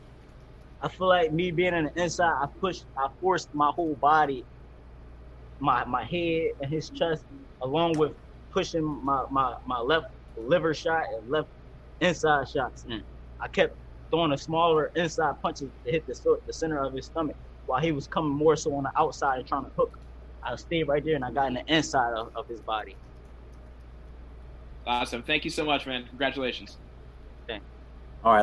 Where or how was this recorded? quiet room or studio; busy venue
busy venue